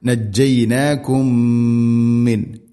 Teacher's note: ഇദ്ഗാം മുതമാസിലൈൻ, അപ്പോൾ മീമിനെ അടുത്ത മീമിലേക്ക് ഇദ്ഗാം ചെയ്ത് കൂട്ടിലേപ്പിച്ച് മണിച്ചുകൊണ്ട് ഉച്ചരിക്കണം.